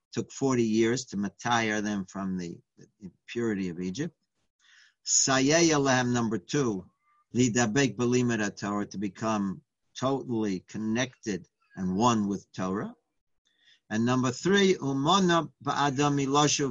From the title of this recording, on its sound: Live On Zoom